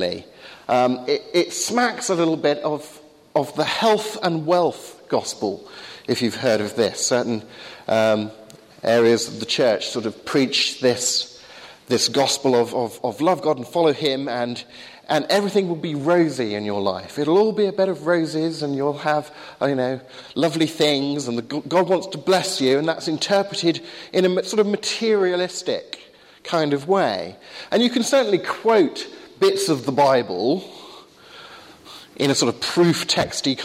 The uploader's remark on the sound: Sermon on Psalm 128 at the 8am service, Highfield Church Southampton.